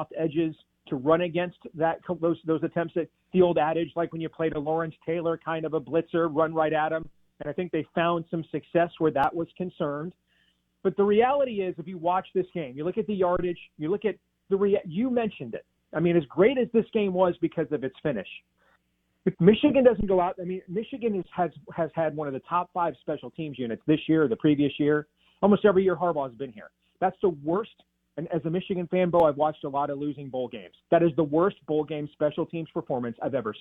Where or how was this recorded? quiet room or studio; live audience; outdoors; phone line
phone line